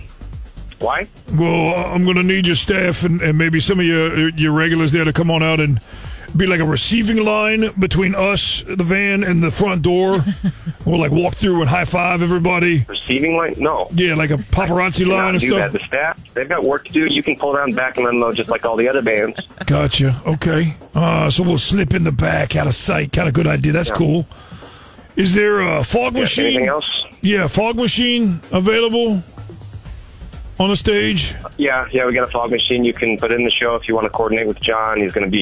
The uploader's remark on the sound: Friday Phone Jacks Prank Call.